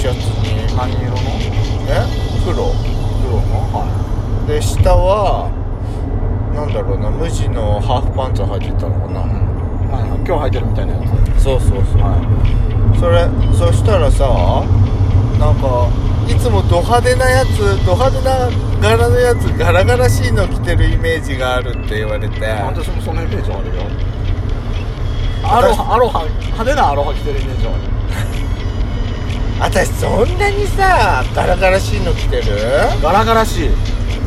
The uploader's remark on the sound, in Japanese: ドスドライブ収録。ロードノイズゴメンね。